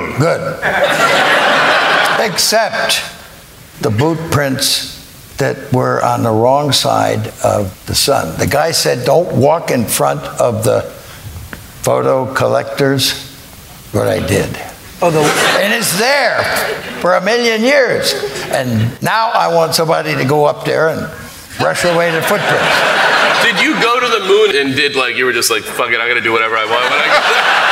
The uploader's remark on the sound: StarTalk Live at Town Hall. On StarTalk Live’s mission to explore Town Hall in NYC.